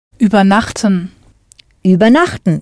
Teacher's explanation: Note there's no stress on the first syllable, so it's not separable.